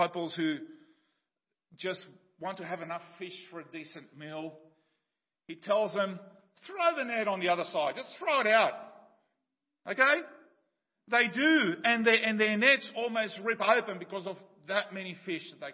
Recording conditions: large echoing room